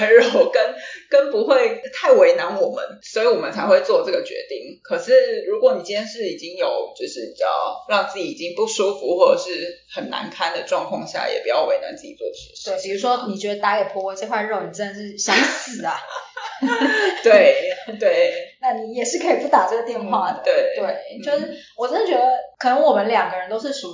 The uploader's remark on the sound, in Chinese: 很抱歉目前持續調整錄音環境及設備。但還沒有辦法錄製出很好的音質。